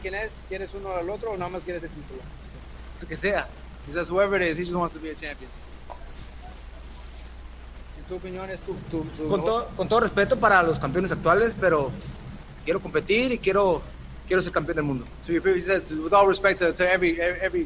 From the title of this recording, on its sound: Post Fight Press Conference